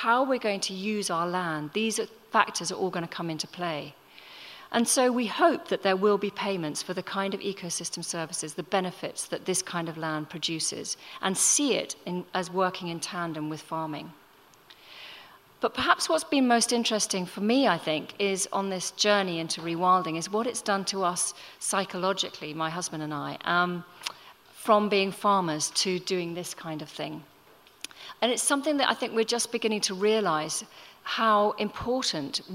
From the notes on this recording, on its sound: Recorded at The Tabernacle in London in May 2018.